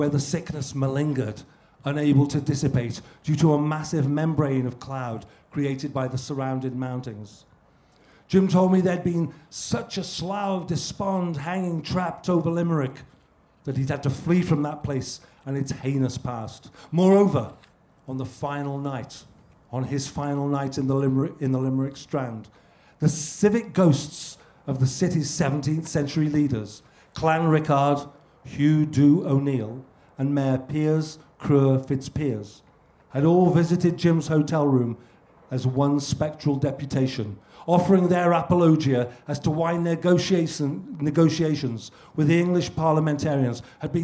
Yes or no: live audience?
yes